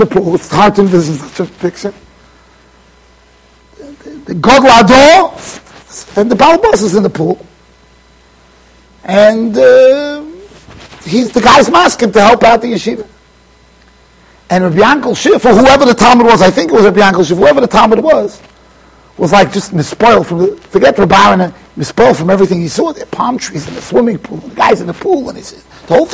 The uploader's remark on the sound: Shiur recorded in Yeshivas Ohr Reuven, Monsey NY.